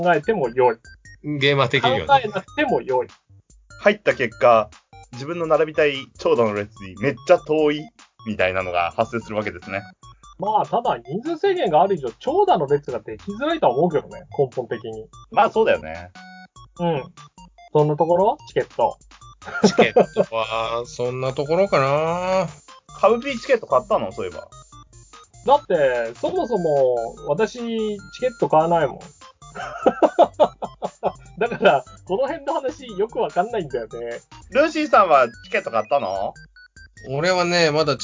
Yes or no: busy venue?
no